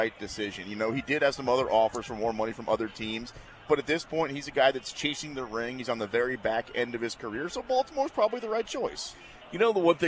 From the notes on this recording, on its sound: Kansas City Training Camp. LIVE at Chiefs training camp in St.